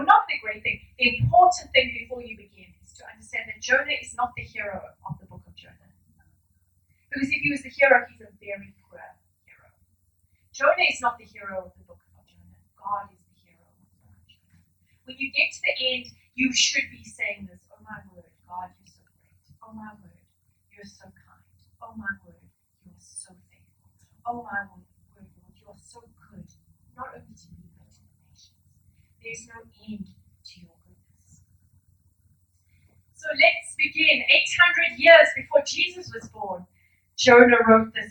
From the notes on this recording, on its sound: We apologise for the poor audio quality.